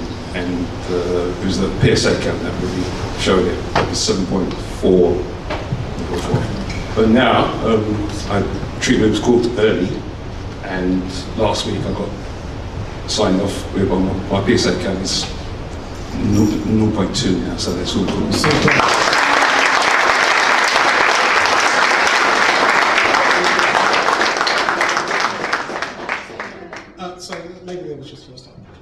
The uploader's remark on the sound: My second public talk but with very few of the target audience in attendance.